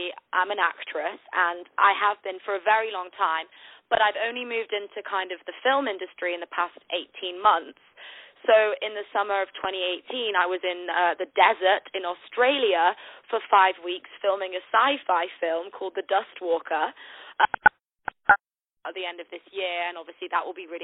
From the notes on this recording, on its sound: On the phone